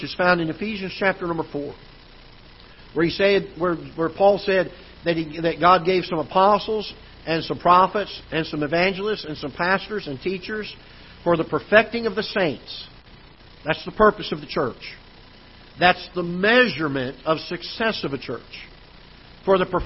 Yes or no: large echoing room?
yes